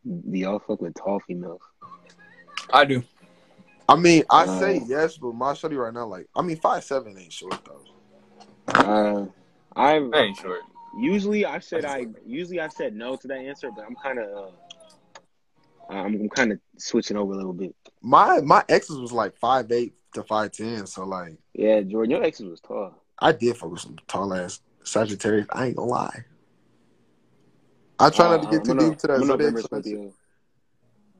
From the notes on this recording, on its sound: hopped on Instagram live